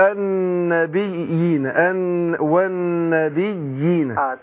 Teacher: بعمل فصلة بين الياءين عشان ما تبقاش ايه أضغمت الياء في الياء · Term: تمكين